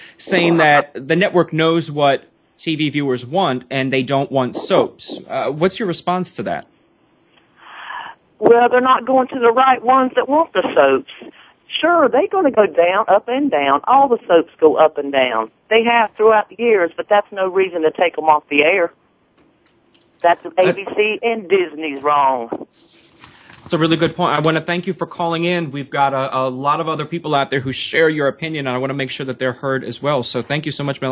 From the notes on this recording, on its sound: The phone lines are open again for fans to call in and voice their support of the ABC soaps.